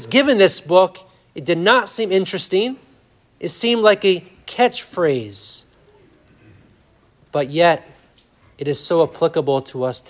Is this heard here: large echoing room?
yes